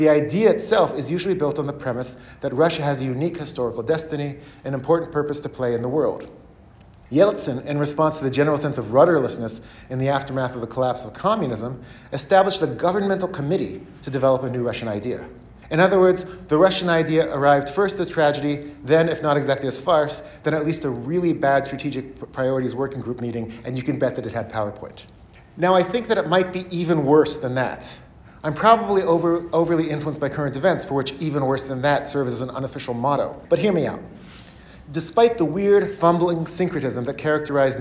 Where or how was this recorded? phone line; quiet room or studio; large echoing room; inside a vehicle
large echoing room